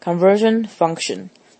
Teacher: conversion 的 s 比较注意，它比较像是它有点小 z 的音